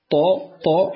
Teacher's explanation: والاختلاف أخواني الكرام بين الطاء والدال والتاء أن اللسان أو مؤخر اللسان يرتفع في الطاء، مؤخر اللسان طاء طاء يرتفع لأنها مستعلية مفخمة مع تقعر